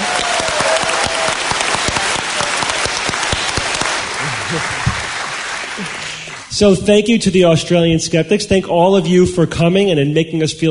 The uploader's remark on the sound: SGU Live in Sydney Australia. Live Q&A.